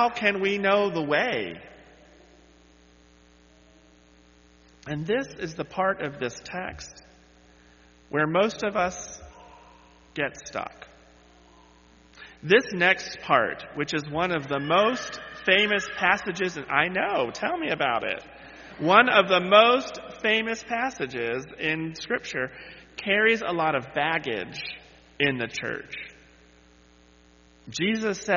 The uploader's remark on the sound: led worship on Sunday, May 7, 2023, where he delivered this sermon